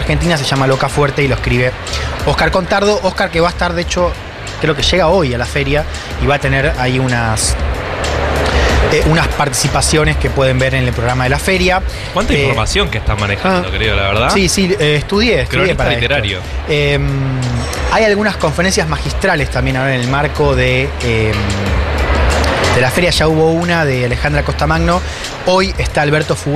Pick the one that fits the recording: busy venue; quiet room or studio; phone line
busy venue